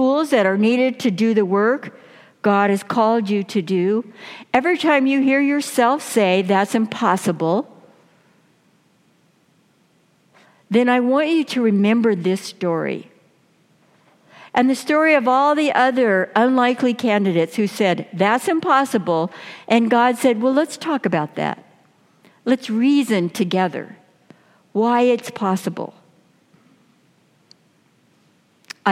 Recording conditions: large echoing room